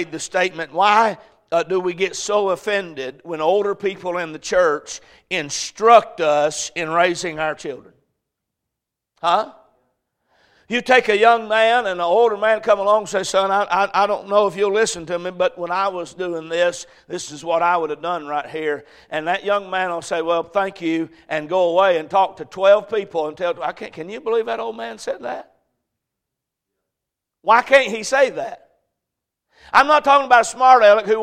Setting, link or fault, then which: setting, large echoing room